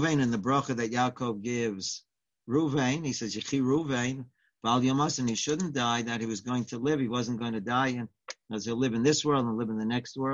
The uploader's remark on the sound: Live On Zoom